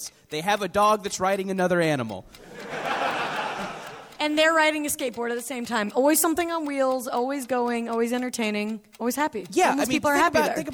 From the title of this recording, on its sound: Live in San Francisco